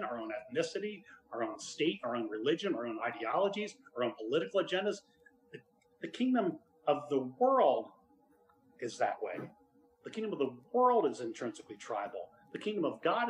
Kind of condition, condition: setting, large echoing room